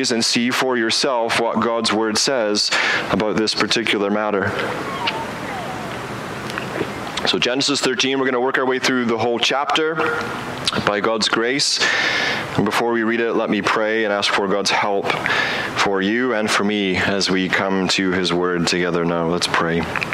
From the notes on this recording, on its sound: Preaches outdoors